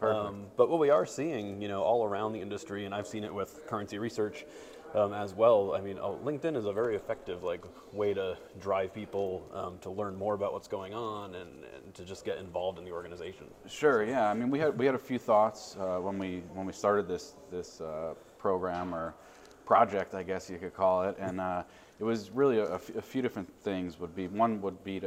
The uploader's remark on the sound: live at IACOA in Dallas, TX